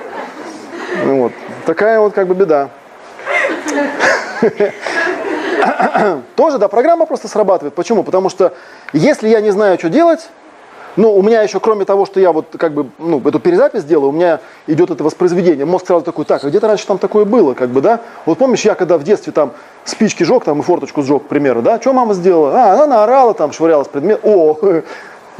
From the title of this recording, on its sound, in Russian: на фестивале "Пространство любви" 19 мая 2018